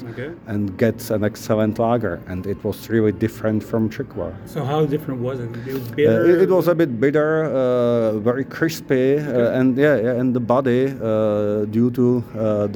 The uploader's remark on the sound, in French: au Ontario Craft Brewers Conference & Suppliers Marketplace